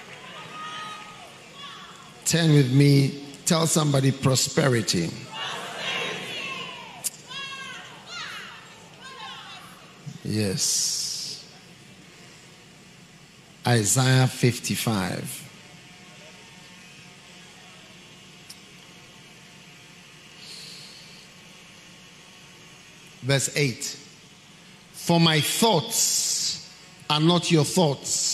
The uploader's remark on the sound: Preached at the Qodesh